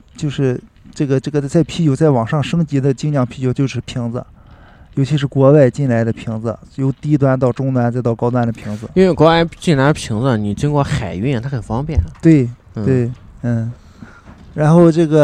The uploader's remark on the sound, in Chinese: 录音地点：小醉精酿啤酒超市-济南市凤凰街1区211